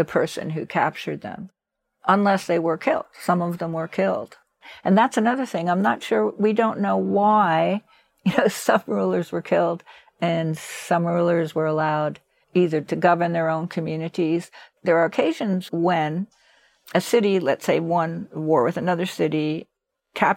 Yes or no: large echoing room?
no